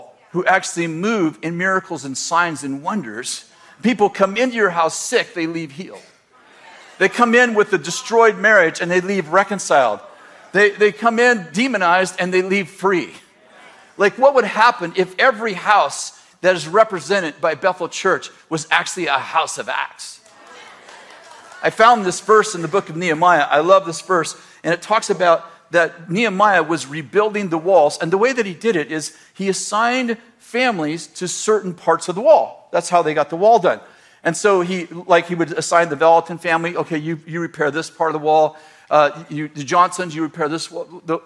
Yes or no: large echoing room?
yes